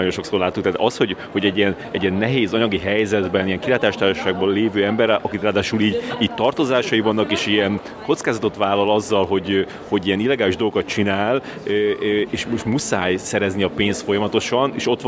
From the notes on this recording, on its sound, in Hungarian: A magyar kisfilm cannes-i vetítésére bandukolva felidéztük. A moziterembe érve még pont meg tudtuk kérdezni.